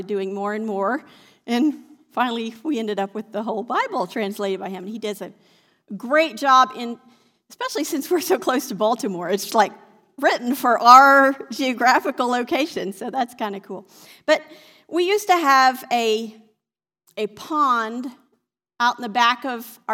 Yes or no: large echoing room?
yes